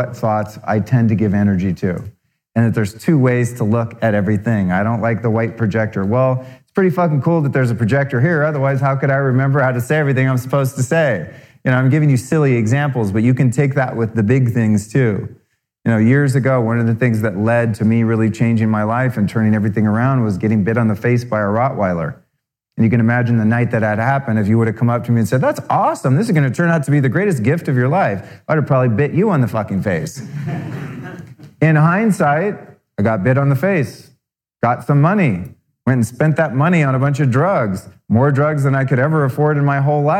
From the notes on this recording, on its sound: Recorded live. (Bootleg Broadcast).